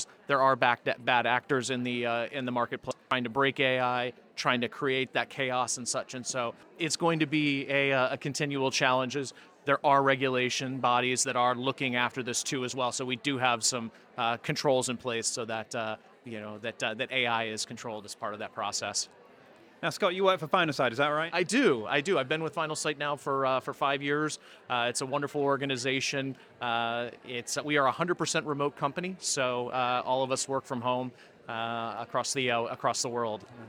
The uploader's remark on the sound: Coming to you live from the AMCIS Admissions Conference in central London on a rather chilly Thursday. Stood outside the Holiday Inn Bloomsbury.